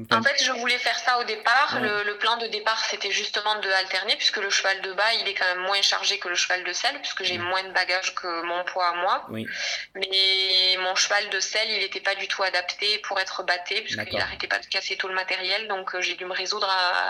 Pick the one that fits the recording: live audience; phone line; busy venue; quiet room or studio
phone line